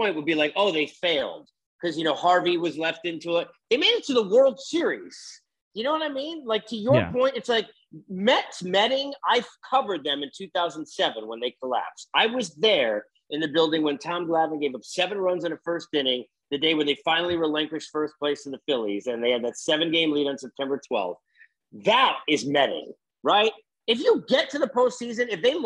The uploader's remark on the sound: Zoom had a time limit, it ran out